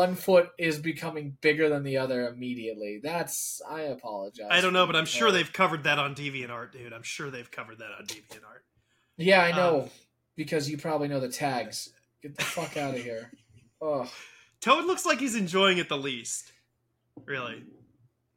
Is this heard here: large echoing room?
no